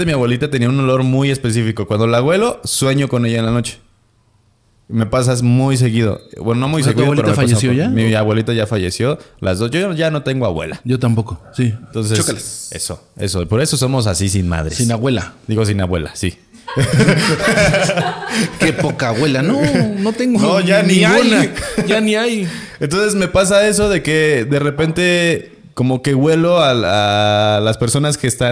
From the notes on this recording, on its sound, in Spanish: Desde Café Cuatro Cuartos en Toluca. Grabado en vivo desde el misterioso Café Cuatro Cuartos en Toluca.